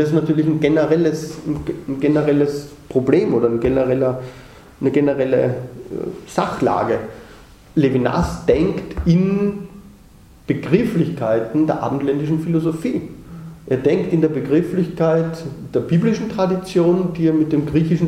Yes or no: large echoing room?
yes